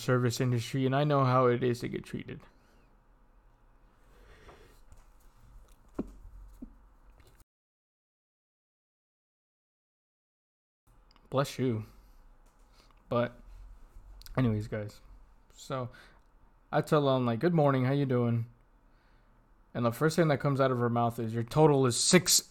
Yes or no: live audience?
no